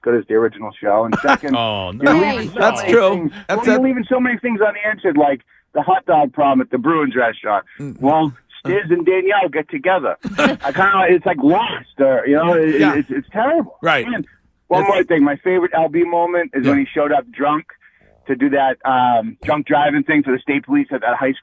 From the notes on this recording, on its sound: calls continue to flood in from the faithful WAAF listeners